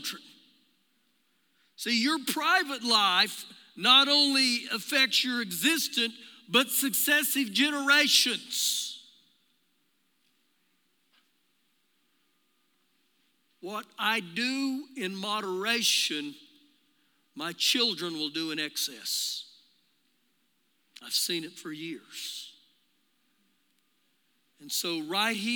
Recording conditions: large echoing room